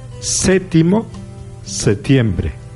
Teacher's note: Y por último, el grupo consonántico PT puede reducirse a solo la T en algunas palabras como séptimo y septiembre